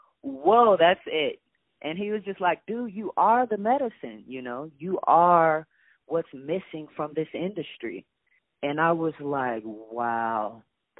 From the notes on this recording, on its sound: On the phone